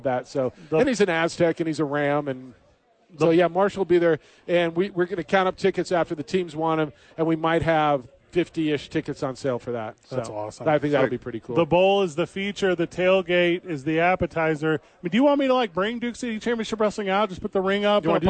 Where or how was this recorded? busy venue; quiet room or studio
busy venue